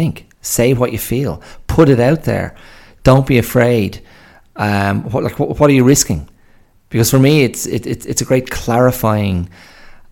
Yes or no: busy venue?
no